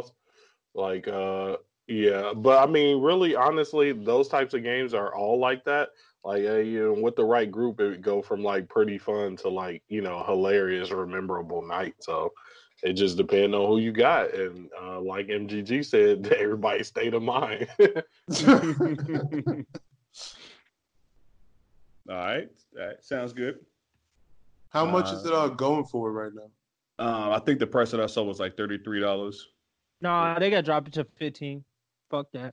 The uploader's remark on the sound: We bringing you another dope episode remote this time because we had some technical difficulties with our in-person episode last time.